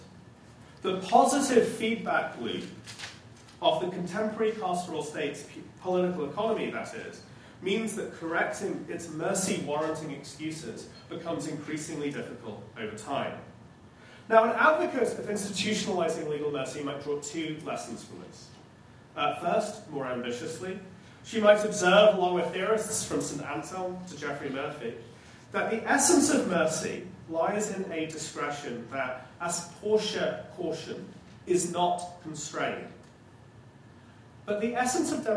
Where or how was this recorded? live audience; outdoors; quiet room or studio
live audience